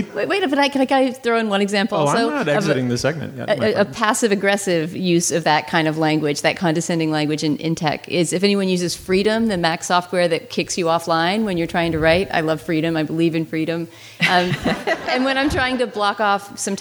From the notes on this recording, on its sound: Live from The Mount Edition. Live from Edith Wharton's estate The Mount in the Berkshires.